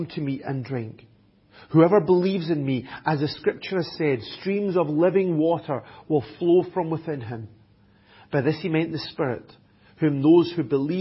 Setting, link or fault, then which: setting, large echoing room